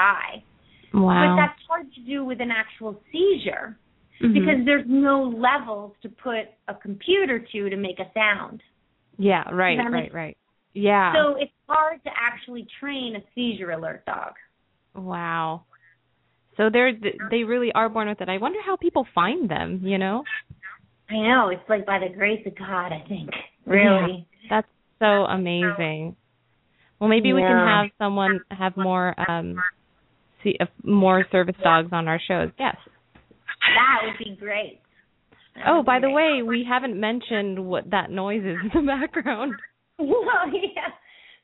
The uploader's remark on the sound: Pet Psychic Radio. Open up the lines for listeners to call in to ask questions to their animals.